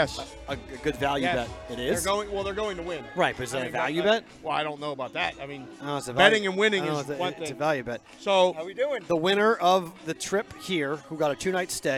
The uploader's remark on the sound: Live From Stadium Swim at Circa Las Vegas. Host a live show with the Brigade for the first time ever in Las Vegas.